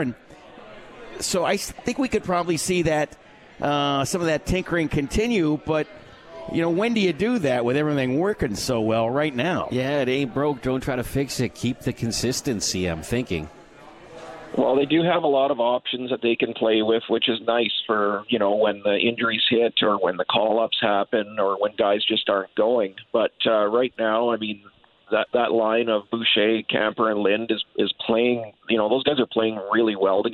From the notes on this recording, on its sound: live from The 72 Tavern